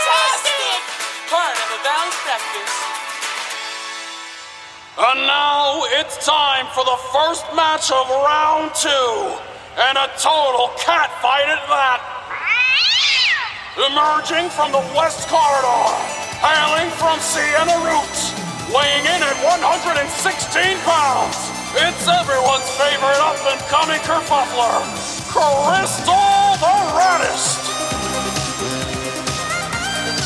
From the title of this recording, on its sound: Live from the 8-Way Superslam